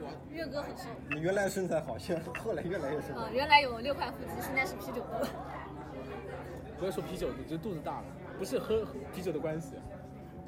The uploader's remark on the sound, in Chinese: 声音嘈杂，喝酒分享